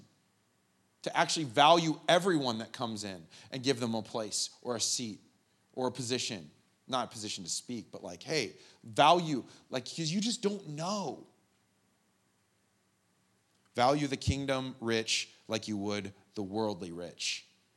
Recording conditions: live audience